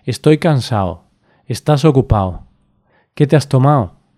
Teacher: Cuando hablamos de forma coloquial, el sonido de la letra D desaparece.